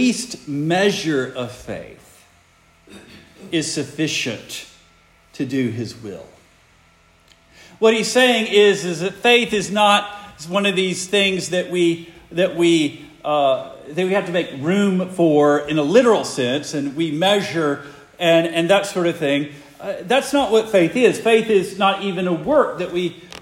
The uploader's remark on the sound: Preached the morning of December 10, 2023, for the Heidelberg Presbyterian Church in Heidelberg, Mississippi.